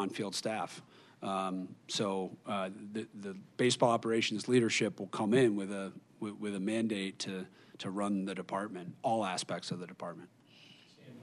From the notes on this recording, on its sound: we bring you the Press Conference